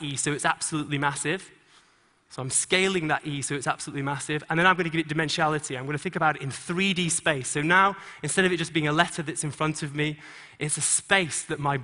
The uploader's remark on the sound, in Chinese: 在TEDGlobal的舞台上